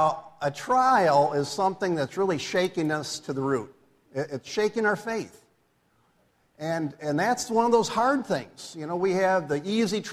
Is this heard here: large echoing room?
yes